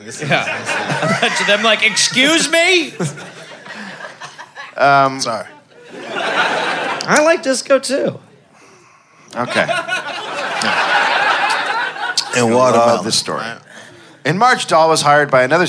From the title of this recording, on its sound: Live in Chicago